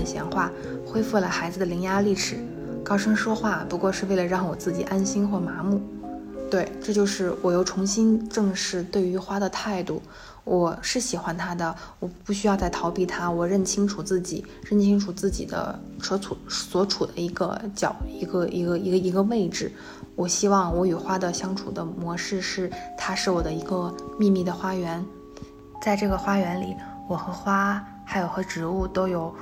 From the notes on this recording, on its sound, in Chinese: 坐在沙发一角，分享那段特殊的经历。因为放松和第一次单人录制，所以收声上或许还有杂音。节目中小风铃音效。